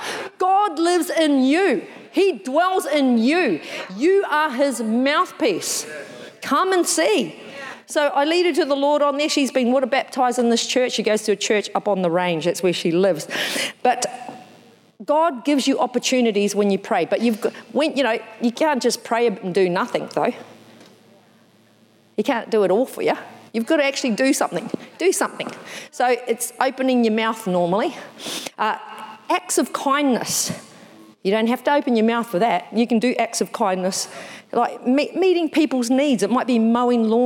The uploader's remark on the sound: Recorded in the 9am service